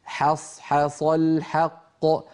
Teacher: فعلى التالي أن يرقق الحاءين ويفخم الصادين في كلمة حصحص. والحاء الثانية أكثر عرضة للتفخيم من الأولى، لأن الأولى جاورت صادا، أما الثانية فقد اكتنفها صادان عن يمينها وعن شمالها.